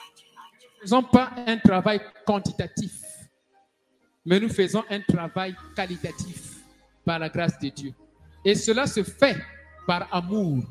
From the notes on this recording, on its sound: SUNDAY LIVE SERVICE